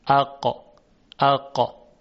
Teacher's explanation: اقصى لسان یا انتهای زبان به طرف بالا میره، به نرمکام یا سقف دهان یا حنک اعلا برخورد میکنه و صدای قاف در اون نقطه ایجاد میشه